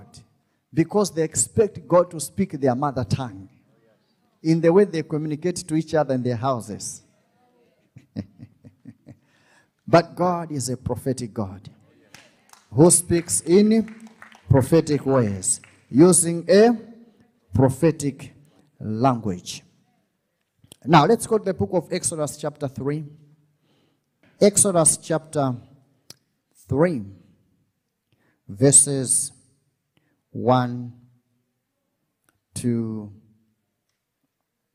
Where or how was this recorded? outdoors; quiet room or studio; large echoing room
large echoing room